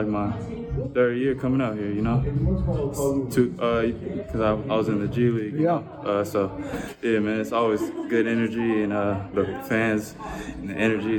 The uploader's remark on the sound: These interviews were recorded in the tunnel near the Herd locker room so there is some background noise, but you’ll be able to hear each player loud and clear.